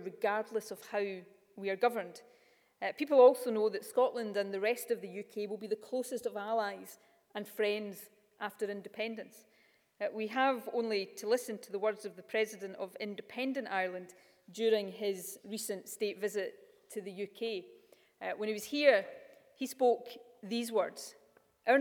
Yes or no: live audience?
yes